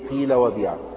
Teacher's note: نكسر الحرف الأول كسرة خالصة يعني كاملة أو تامة، ونحول الحرف الثاني إلى ياء